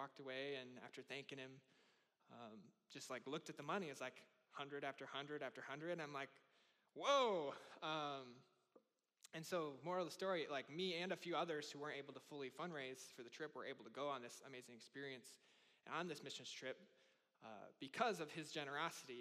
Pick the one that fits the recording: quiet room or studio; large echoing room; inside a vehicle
large echoing room